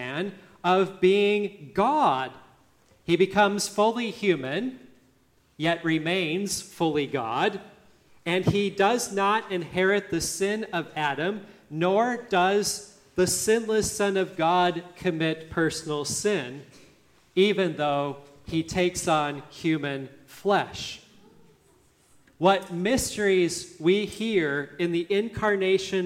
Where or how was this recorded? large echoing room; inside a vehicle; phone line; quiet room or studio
large echoing room